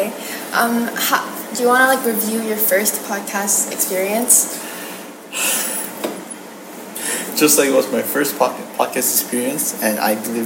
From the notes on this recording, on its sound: i promise the audio quality will get better